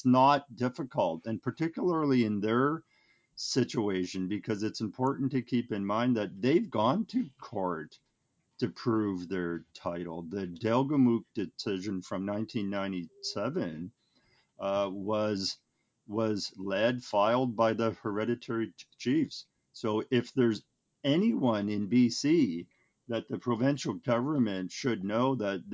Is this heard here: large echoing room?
no